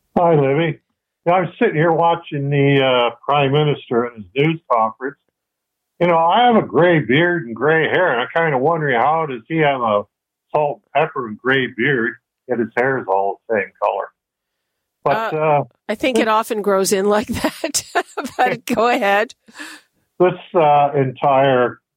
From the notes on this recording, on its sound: Listeners call. Zoomer Radio.